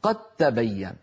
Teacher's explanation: فلا يبقى للدال أثر في النطق، ننطق تاء مشددة